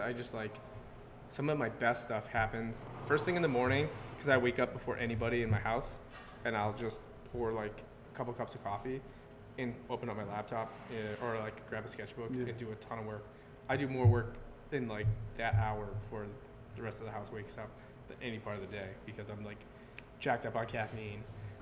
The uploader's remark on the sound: Episode 45 was recorded live on location at the Hanging Hills Brewing Company in Hartford, CT.